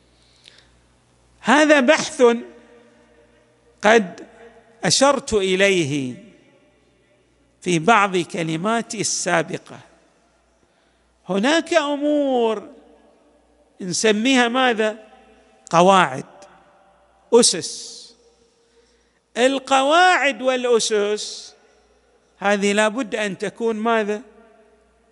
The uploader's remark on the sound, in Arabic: تسجيلات جامع الامام علي عليه السلام الأحساء المبرز